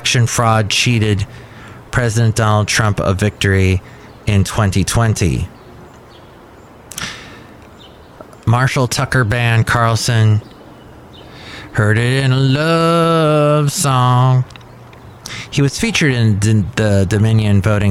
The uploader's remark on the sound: podcasts live from Café Anyway